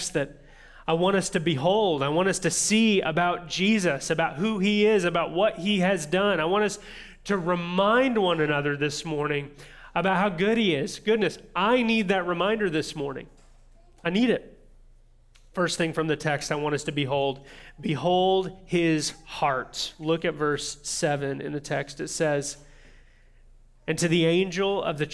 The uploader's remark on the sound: this audio from New City Church in Champaign-Urbana, IL